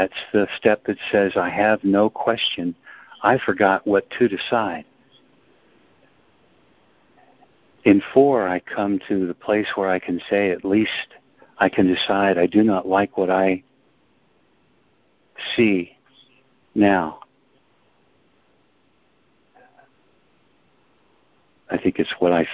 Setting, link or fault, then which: link, phone line